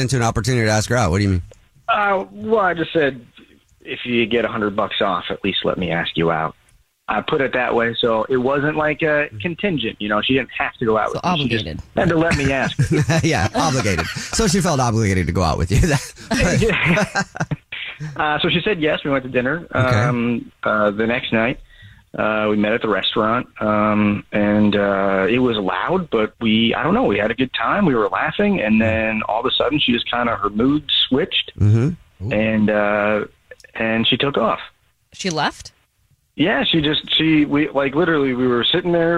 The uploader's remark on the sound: We get that other person on the phone